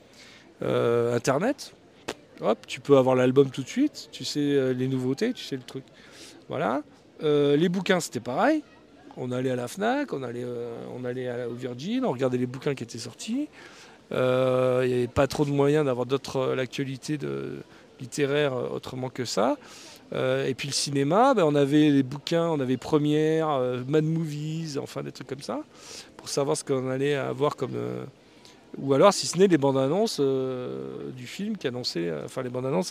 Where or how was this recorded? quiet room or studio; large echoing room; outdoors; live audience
outdoors